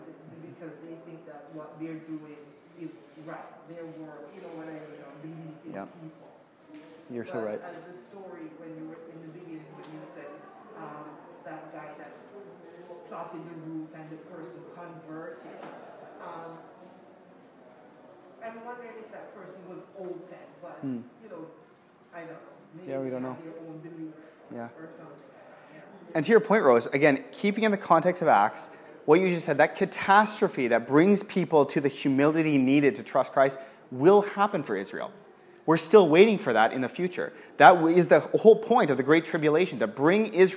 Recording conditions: live audience